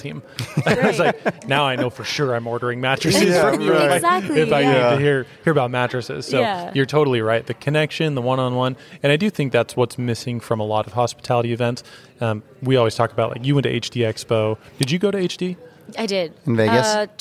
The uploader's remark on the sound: Today, broadcasting live from the prestigious Arizona Biltmore, a Waldorf Astoria property, during BITAC Purchasing and Design 2023.